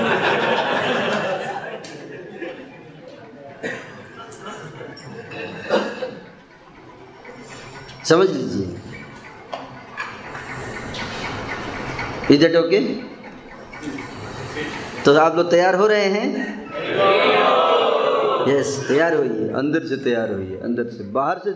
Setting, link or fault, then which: setting, live audience